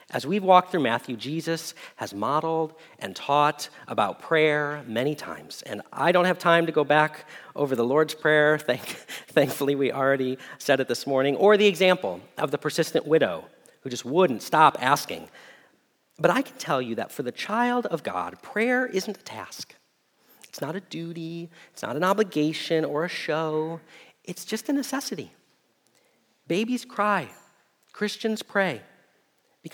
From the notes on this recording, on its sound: Message Preached at Valley Creek Church